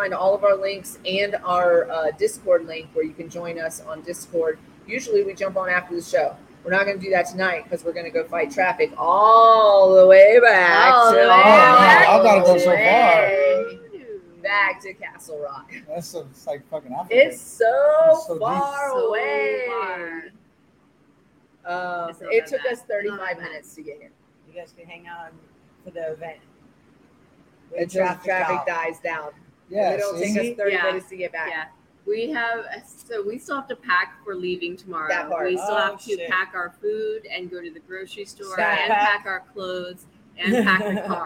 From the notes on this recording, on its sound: Live from Shisha Leafa